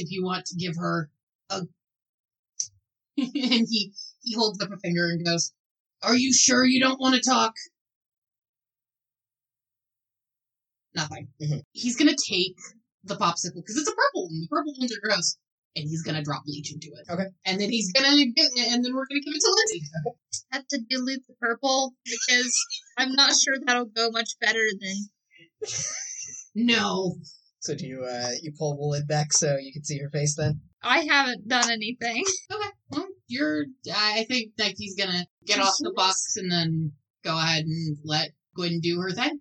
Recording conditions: poor sound quality